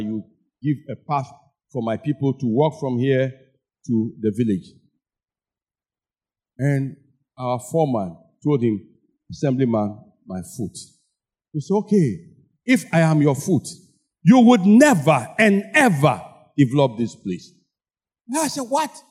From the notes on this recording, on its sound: Sermon preached at CBC Shiashie Campus